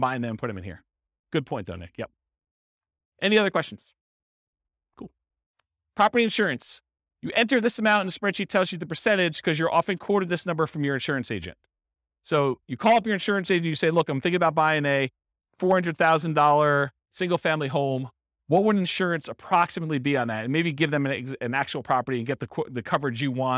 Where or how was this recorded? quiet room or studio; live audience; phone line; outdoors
live audience